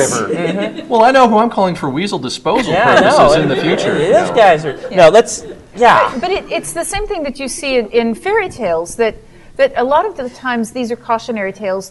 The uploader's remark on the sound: before a live audience at GenCon Indy